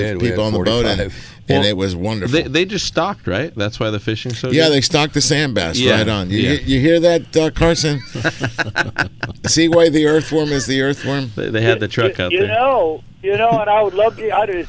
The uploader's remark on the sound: "LIVE" from Angel Stadium in Anaheim, CA.